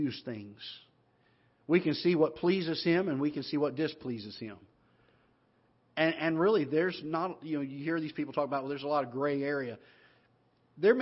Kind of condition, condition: setting, large echoing room